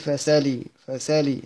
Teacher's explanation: هاخد الفتحة، أحرك بقى سكون السين فسا، وأحذف الهمزة خالص، وأقرأ باللام مكسورة عادي، فسالي، فسالي، هكذا. · Term: النقل